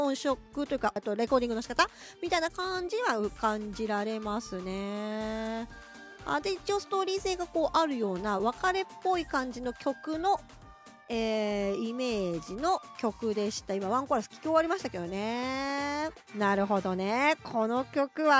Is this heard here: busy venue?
no